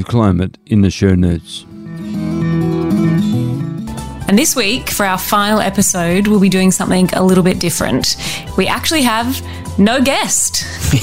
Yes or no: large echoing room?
no